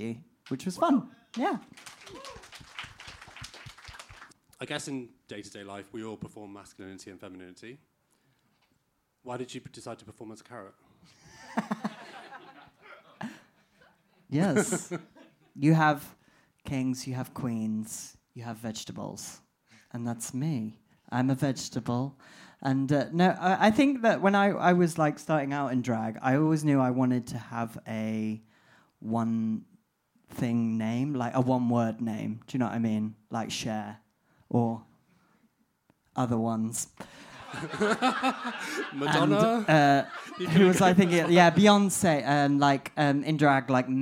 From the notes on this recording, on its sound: In our third Queer Talk Live show two of the most talented drag artists in London join us on stage!